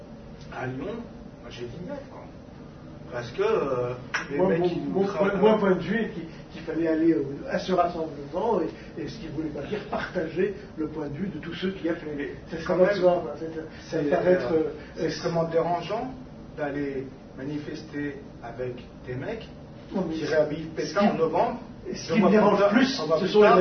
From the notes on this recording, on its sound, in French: Archives municipales de Lyon – 19h-21h (conférence-débat)